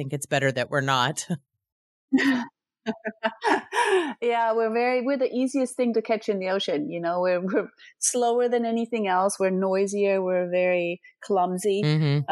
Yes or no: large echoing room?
no